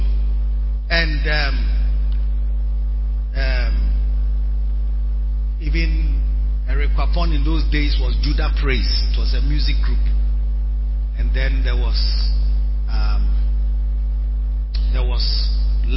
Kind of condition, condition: setting, large echoing room